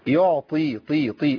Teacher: الطاء مكسوره لكنها في مرتبه برضو ايه عاليه من التفخيم يعني هي مفخمه بالفعل